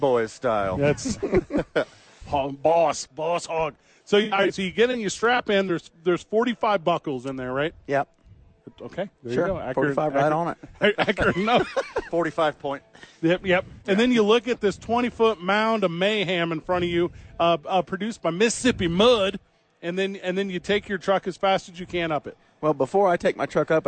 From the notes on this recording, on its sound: Live from the Rio Rancho Event center.